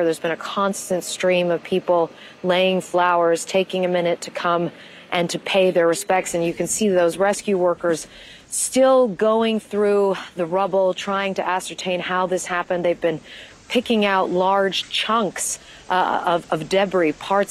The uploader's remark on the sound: reports live from the incident scene.